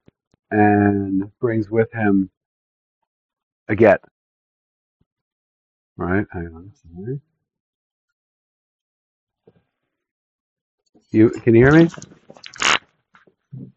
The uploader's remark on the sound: Audio starts at 2 minutes.